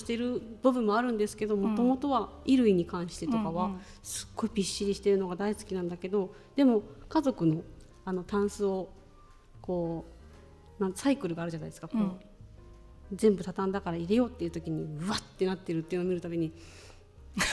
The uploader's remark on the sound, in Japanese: 本日は公開収録イベントの模様をお届け。20代思い出の地、青山で。